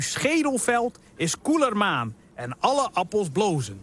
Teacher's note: we beginnen steeds met een onbeklemtoonde en dan volgt er steeds een beklemtoonde lettergreep